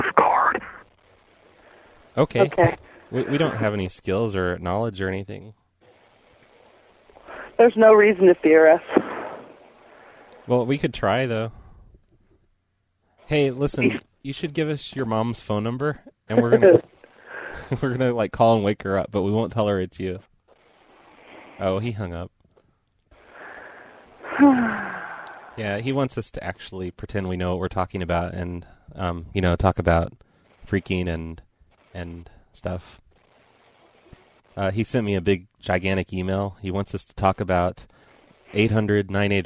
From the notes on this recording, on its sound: Prank Phone Calls